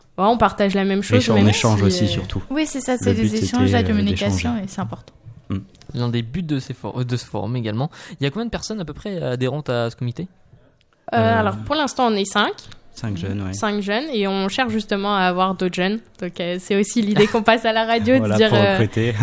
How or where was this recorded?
busy venue